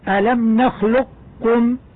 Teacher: وهذا النوع الأخير يجوز فيه الإدغام الكامل، أي النطق بكاف خالصة مشددة ألم نخلقكم، ويجوز الإدغام الناقص بحيث يبقى أثر للقاف وهو التفخيم